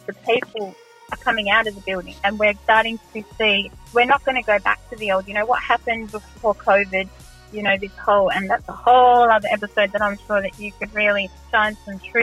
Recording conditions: phone line